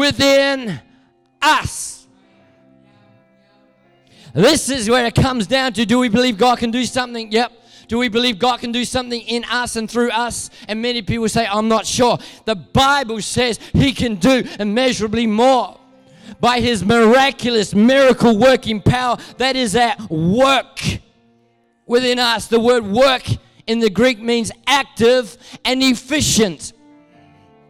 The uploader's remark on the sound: Recorded at Neuma Church Melbourne South in Melbourne, Australia.